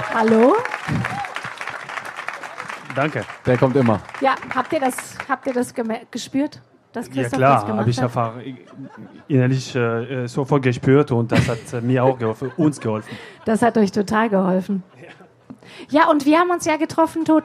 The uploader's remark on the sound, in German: live vom ZFR